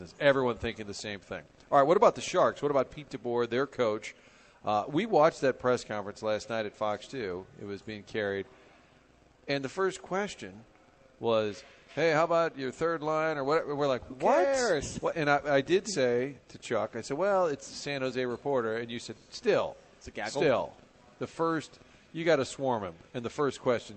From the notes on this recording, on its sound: broadcasting live from the Westport Social